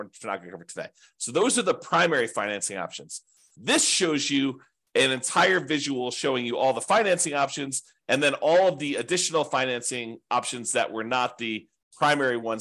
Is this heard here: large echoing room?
no